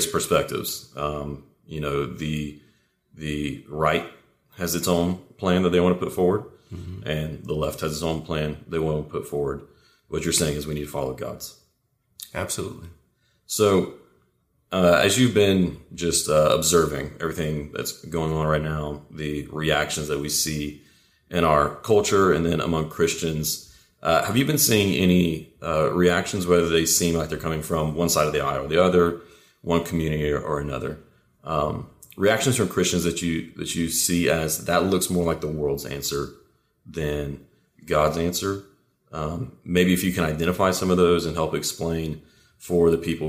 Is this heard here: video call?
no